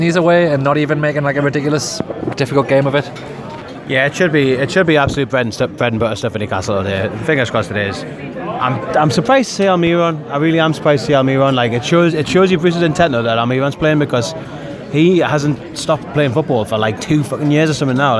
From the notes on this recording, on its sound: Were at the match and recorded a match-day podcast. Here it is for all to hear straight from SJP.